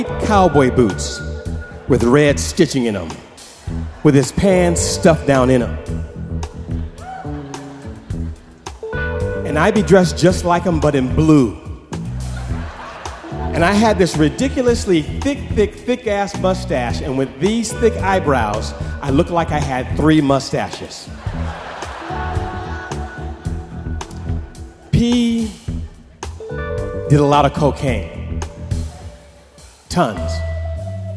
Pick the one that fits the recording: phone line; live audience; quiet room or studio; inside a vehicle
live audience